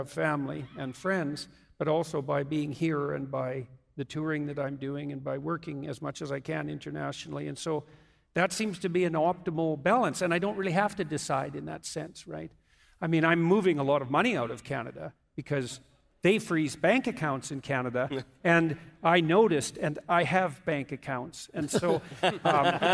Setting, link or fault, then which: setting, live audience